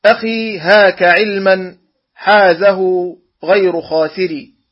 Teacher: الهمزة والهاء والعين والحاء والغين والخاء، وهي أي هذه الأحرف تخرج من الحلق، ولهذا سمي الإظهار الحلقي، سمي الإظهار الحلقي لأن حروفه الستة تخرج من الحلق.